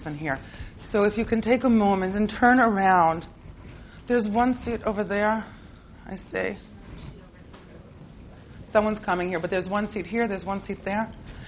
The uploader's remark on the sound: This audio was originally recorded on 06/22/2009 as part of Drisha's June Seminar.